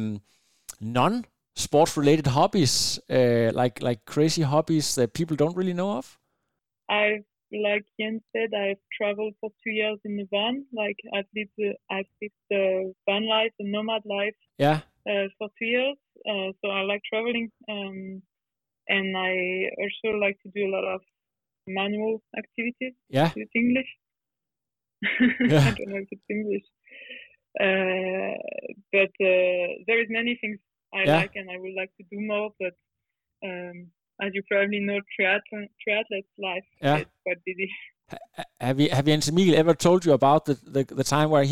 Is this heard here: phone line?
yes